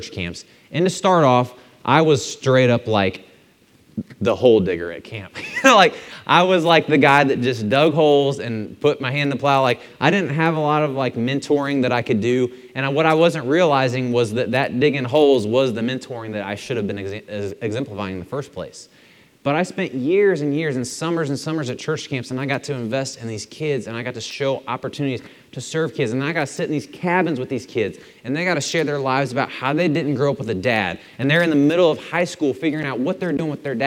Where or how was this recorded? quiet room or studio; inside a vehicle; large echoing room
large echoing room